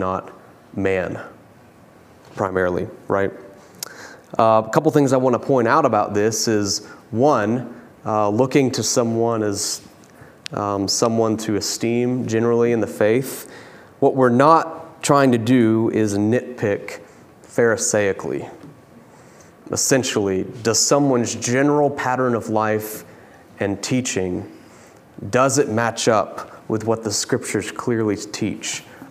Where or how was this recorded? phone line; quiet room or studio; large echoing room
large echoing room